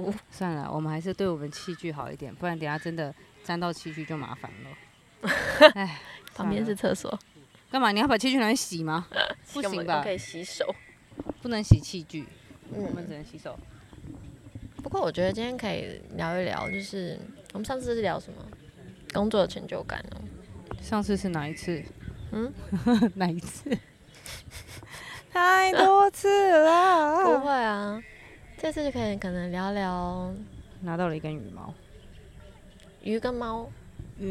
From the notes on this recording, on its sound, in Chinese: 說走就走的戶外錄音。這集是一個臨時的特別錄音室。